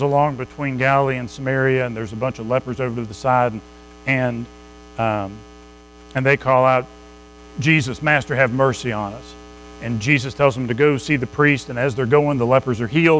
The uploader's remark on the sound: Recorded at Madison Baptist Church in Madison WV